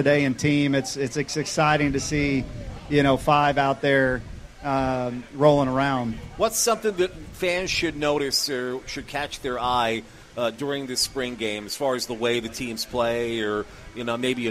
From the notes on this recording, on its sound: outside of Saluki Stadium for Sportsvoice on Location